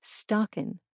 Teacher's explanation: Word final ing was often reduced to in